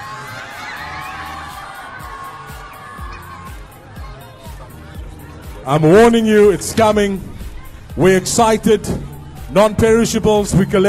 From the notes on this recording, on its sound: Broadcast live from Labiance Primary School to Keep Cape Town Warm.